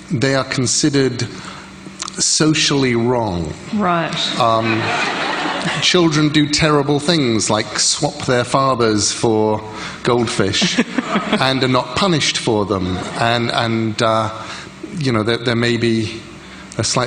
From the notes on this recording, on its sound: recorded at The Wheeler Centre, Melbourne, in 2015